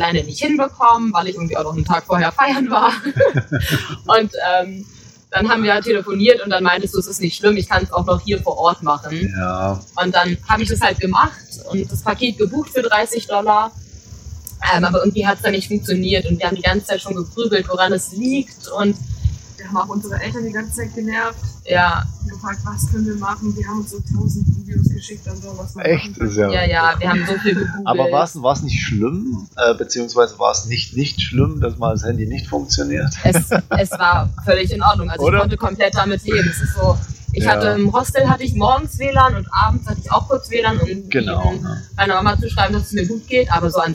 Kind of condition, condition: fault, poor sound quality